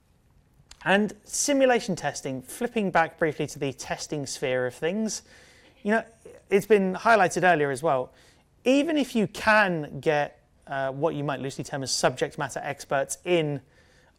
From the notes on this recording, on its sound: A talk at the 2018 Gaming Accessibility Conference